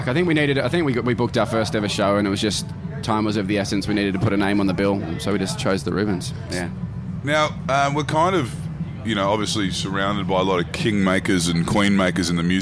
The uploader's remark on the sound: Recorded live from the recent Diamantina Drought Relief Concert.